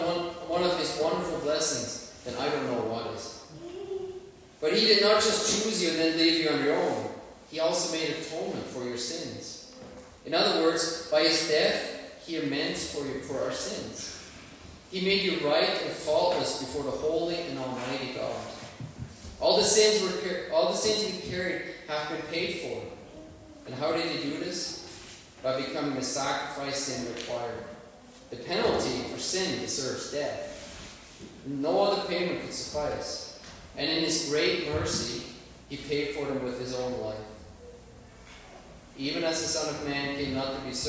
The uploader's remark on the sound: Worship Service. Sorry for the poor sound quality.